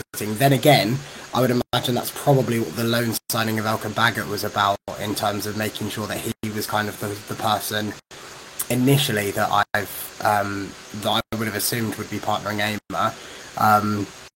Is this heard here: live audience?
no